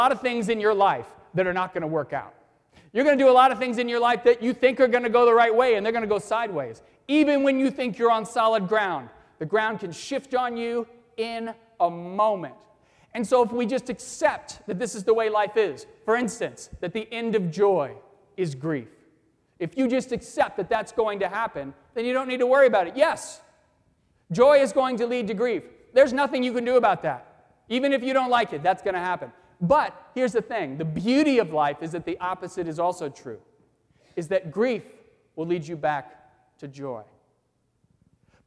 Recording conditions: live audience